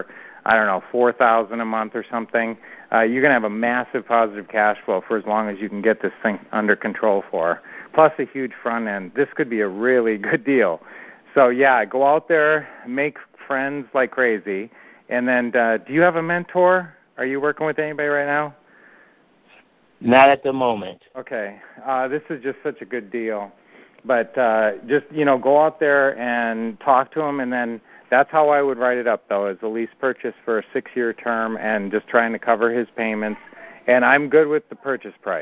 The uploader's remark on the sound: Q&A Call